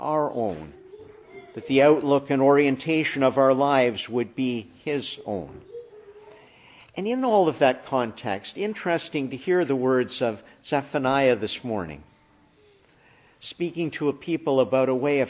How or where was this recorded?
large echoing room